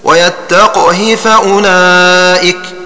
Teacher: وقرأها قالون بكسر القاف وقصر الهاء هكذا ويتقه فأولئك، وقرأ أبو عمرو وشعبة بكسر القاف وسكون الهاء · فقرأها حفص بسكون القاف وقصر الهاء